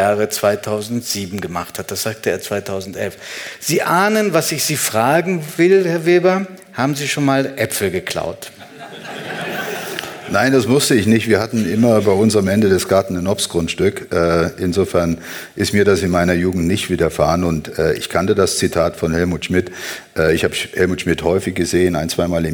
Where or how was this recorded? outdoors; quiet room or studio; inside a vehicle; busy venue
busy venue